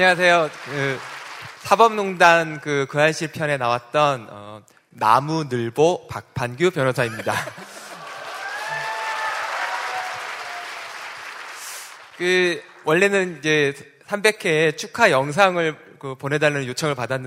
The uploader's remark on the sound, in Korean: 300회특집 공개방송